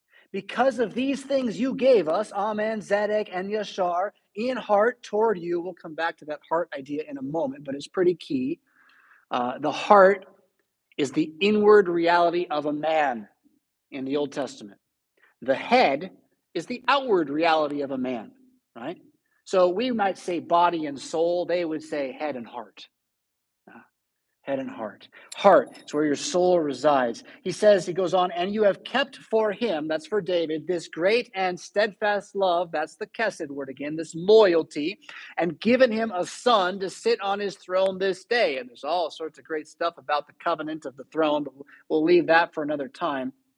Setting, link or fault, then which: setting, large echoing room